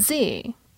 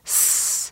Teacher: you'll feel that your throat is vibrating or buzzing during the Z, and it isn't buzzing during the S.